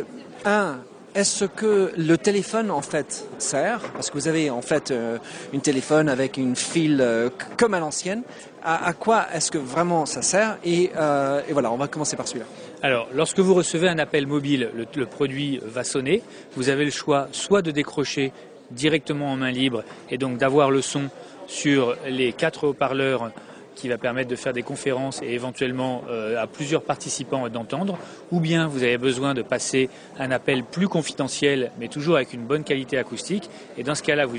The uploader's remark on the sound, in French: à l'Universite d'Eté du MEDEF 2012 et ai pris l'opportunité d'enregistrer cet entretien sur son stand.